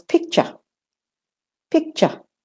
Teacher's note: And for the British and Australian, the R for rabbit is not said, it's not pronounced, and the whole ER becomes a schwa sound.